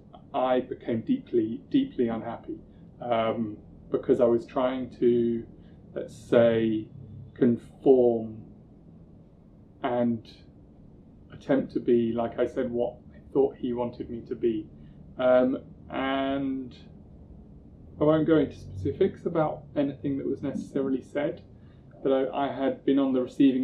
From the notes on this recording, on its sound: I apologise for the audio, it was recorded before I knew how to manage proper audio, but the content is still good!